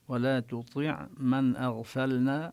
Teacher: تطيع هنا ينبغي أن يفرق القارئ بين التاء والطاء. والطاء مع أنها مكسورة لكنها في أقل مراتب التفخيم هي مفخمة